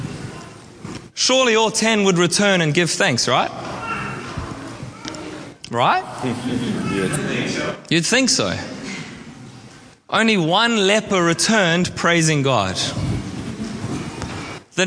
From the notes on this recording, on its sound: at our All In Service on 29/10/23